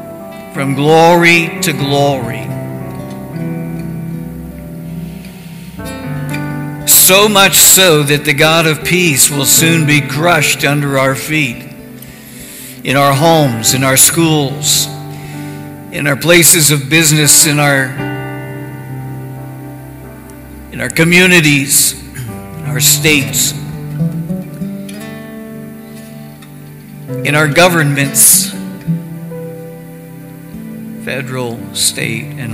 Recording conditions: large echoing room